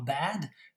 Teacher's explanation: automatiquement, en fait, la voyelle A est allongée. Et pourtant, quand on, étudie cette voyelle de manière isolée, bah, on dit que c'est une voyelle courte.